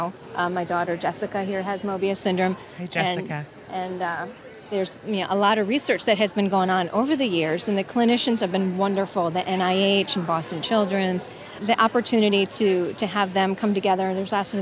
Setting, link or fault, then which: setting, busy venue